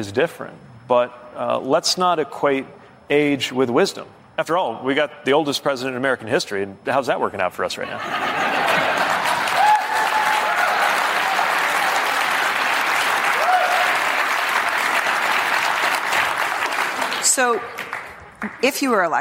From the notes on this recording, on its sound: Answers questions from voters in Nevada during a live town hall. In Las Vegas.